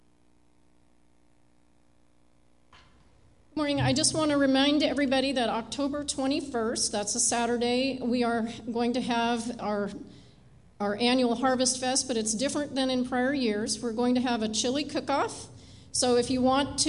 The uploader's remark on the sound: Live Worship Service